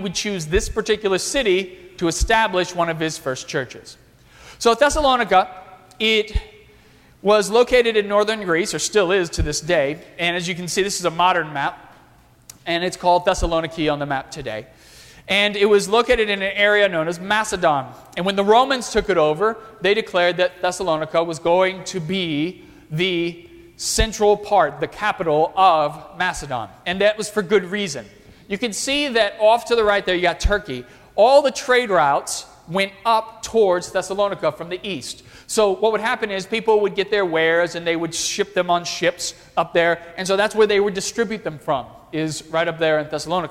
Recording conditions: large echoing room